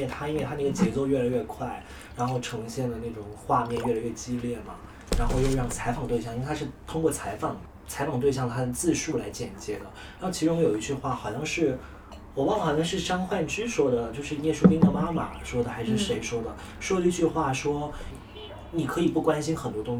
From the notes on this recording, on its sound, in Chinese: 由于录音失误，节目后半段收录进了吃东西的噪音。